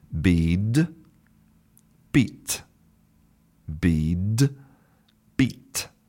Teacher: you can hear clearly that the first one is much longer than the second one, and that's because of the consonant that comes after that voiced d or that unvoiced t.